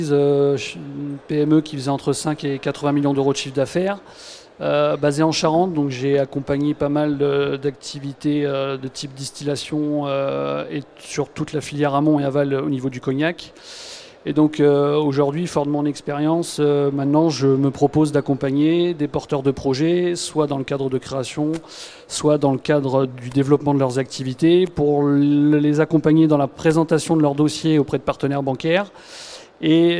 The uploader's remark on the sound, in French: Conférence donnée au salon BRADIS